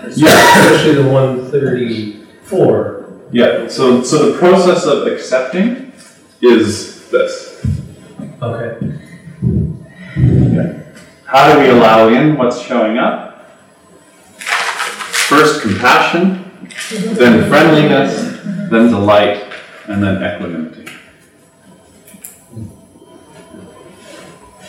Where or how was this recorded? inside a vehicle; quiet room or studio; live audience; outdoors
live audience